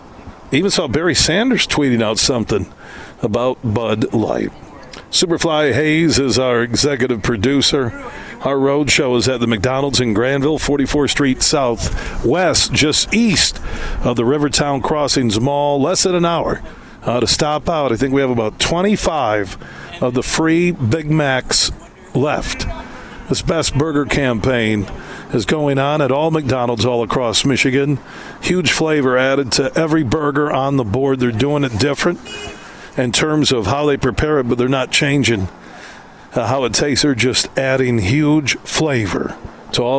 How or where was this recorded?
busy venue